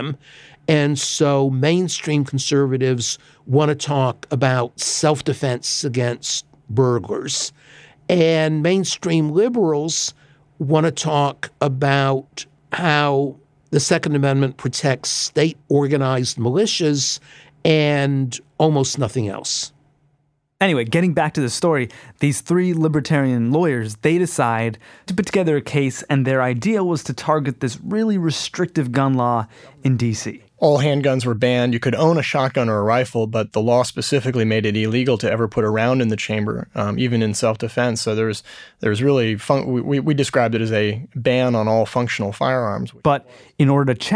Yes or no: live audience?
no